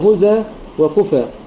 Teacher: يختلف عنه بإسكان الزاي والفاء. والوجه غير مذكور هنا هو النقل، نقل حركة الهمزة إلى الحرف الساكن صحيح قبلها